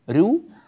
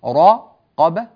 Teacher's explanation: الراء المضمومة هنا مرققة، الراء التي بعدها في كلمة رقبة مفخمة. بعض الناس لا يكون عنده الليونة والسرعة في تعديل وضع لسانه لينطق مباشرة بالحرف على نسقه الصحيح، فيأتي براء مرققة ثم راء مفخمة، فيقول تحرير رقبة فيفخم الرأين، أو تحرير رقبة فيرقق الرأين، وهذا غير صحيح.